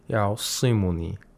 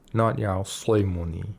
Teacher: the sa'd is pronounced with tafkhim at the lowest level due to the kasra · Shown in: first take